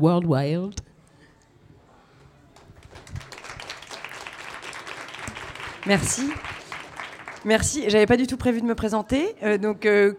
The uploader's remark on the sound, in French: Rediffusion Live. Le Point Ephémère a accueilli un enregistrement d'un épisode de Popol en live !